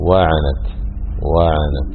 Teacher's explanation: وفي علم التجويد يسمونها علم النبر، يعني ينبغي أن ترتفع بصوتك في الواو بحيث أن يتميز الواو عن العين، فتقول واعنت واعنت، تقول واعنت كأنها كلمة واحدة.